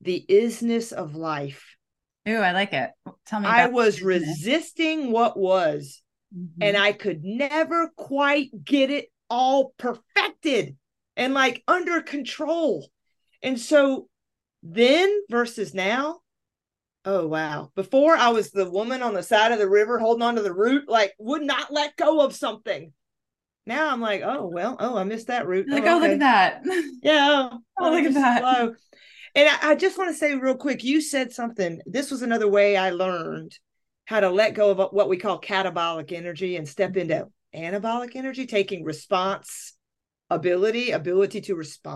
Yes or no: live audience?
no